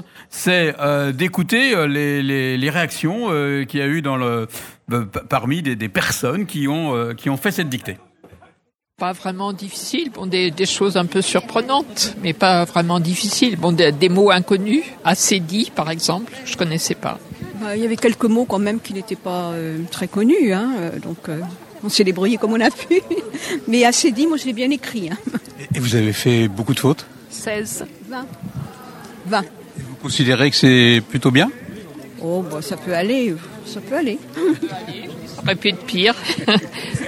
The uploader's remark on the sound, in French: Sur les radios de la FRAMA en direct du salon du livre.